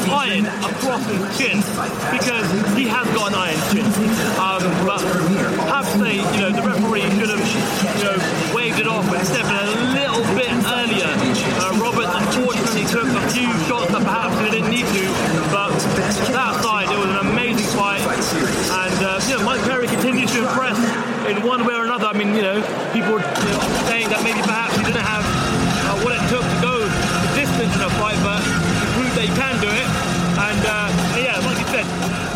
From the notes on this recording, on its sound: Octagonside at UFC 204. As the biggest UFC event to hit the UK delivers the goods in front of a sell-out crowd in the early hours of Sunday morning in Manchester.